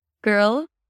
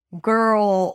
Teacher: To make the L, the tip of the tongue goes up to touch the roof of the mouth. But when the L appears at the end of the word, it's a dark L. So basically, you're engaging the root of the tongue a lot more. · Shown in: second take